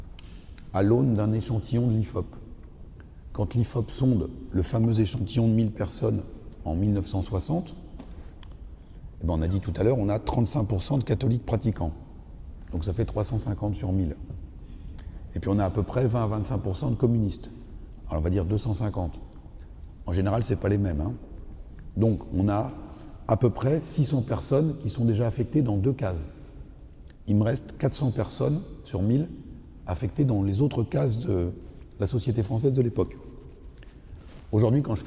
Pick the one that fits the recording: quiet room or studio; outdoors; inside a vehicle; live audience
live audience